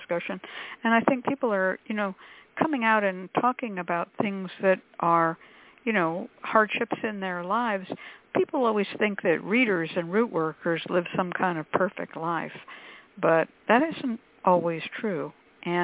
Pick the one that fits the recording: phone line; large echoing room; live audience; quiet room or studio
phone line